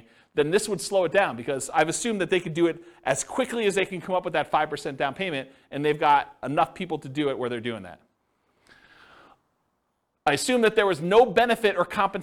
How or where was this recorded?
live audience